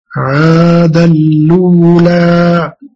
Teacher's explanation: بإدغام التنوين في اللام وطرح همزة الأولى ونقل ضمتها إلى لام التعريف